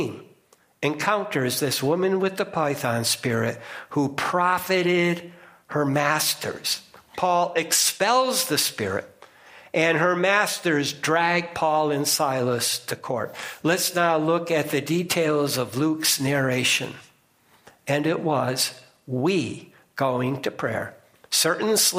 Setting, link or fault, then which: setting, large echoing room